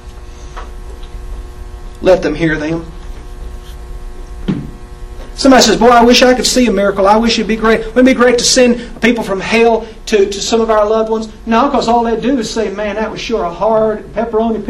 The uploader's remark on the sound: In one of the chapel services from my previous Bible College. Please excuse the quality of the recording.